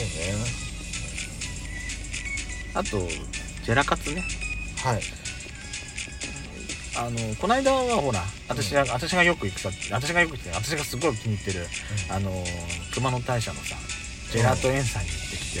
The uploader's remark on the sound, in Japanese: パーキング収録